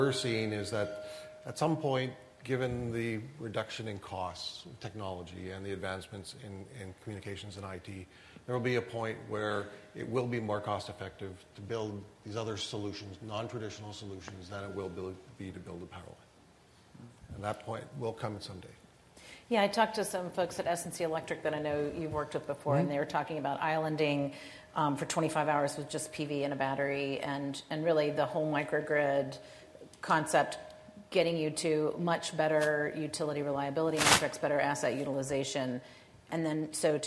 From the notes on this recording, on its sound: This week, we have a taping of the Energy Gang from GTM’s Grid Edge Live conference in San Diego.